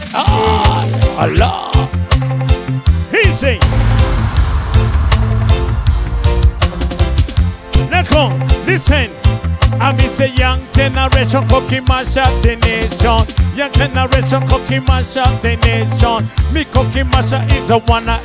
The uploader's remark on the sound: Live at Blend Nairobi